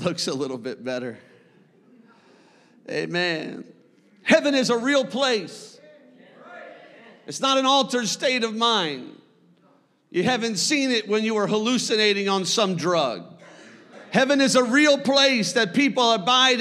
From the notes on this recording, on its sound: a service recording from Connect Point UPC